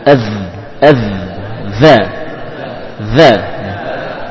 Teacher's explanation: Ada i'timad atau yakni terasa, ya, pada bagian ujung lidah dengan ujung gigi ada tekanan suara padanya untuk pengucapan huruf dzal.